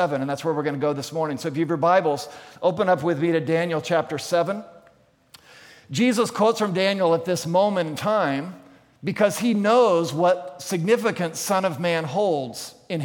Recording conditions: large echoing room